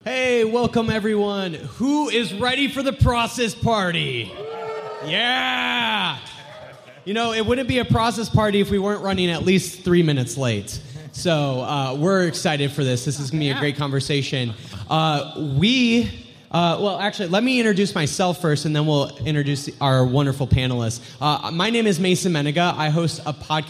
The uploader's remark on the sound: live at 2022 Theology Beer Camp